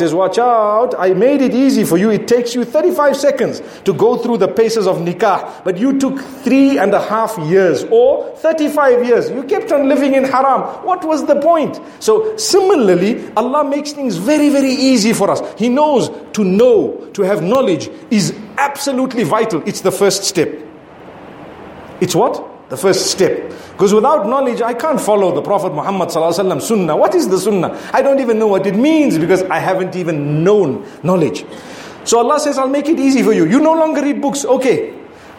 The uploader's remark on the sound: Friday Jumu&#8217;ah Lecture from Bulawayo Jamiah Masjid, Zimbabwe